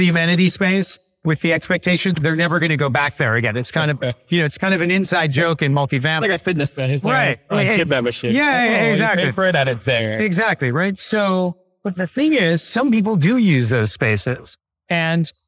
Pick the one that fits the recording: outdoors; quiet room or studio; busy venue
busy venue